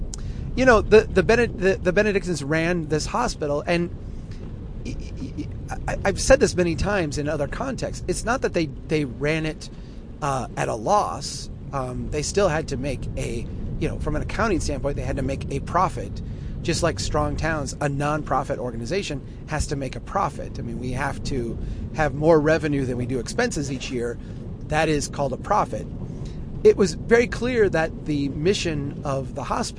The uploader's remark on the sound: while driving through a Minnesota blizzard